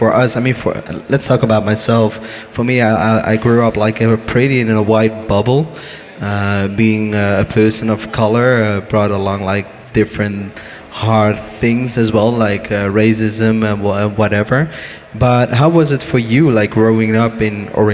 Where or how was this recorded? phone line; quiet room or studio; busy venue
busy venue